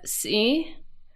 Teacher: with a creaky voice, means holiday